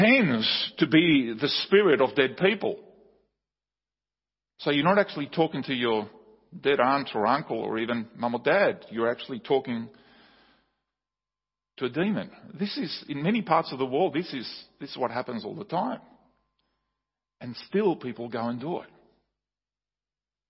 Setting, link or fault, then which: setting, large echoing room